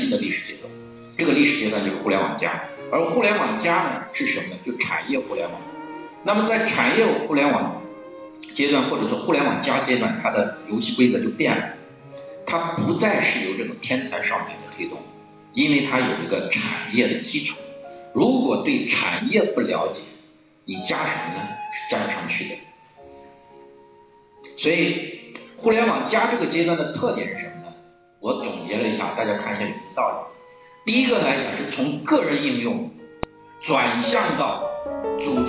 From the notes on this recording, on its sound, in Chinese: 现场录音。